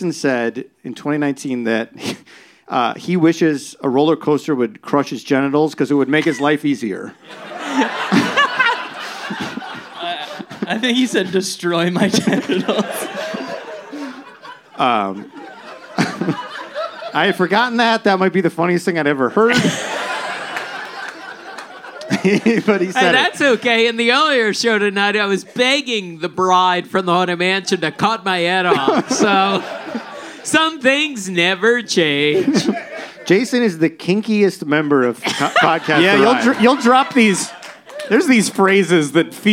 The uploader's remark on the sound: Recorded live at Dynasty Typewriter.